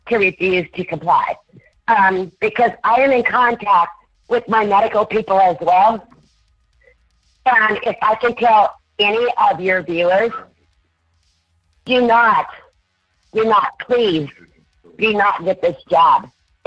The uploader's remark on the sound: Taking your phone calls all night long